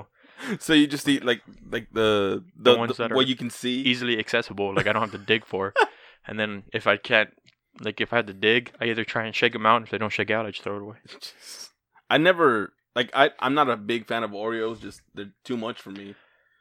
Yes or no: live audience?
no